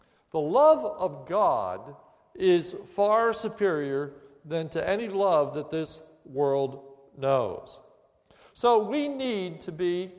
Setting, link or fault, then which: setting, large echoing room